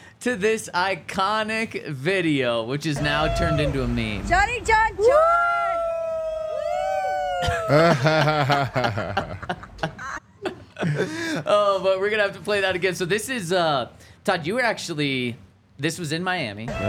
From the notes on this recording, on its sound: coming to you LIVE from the DNVR Bar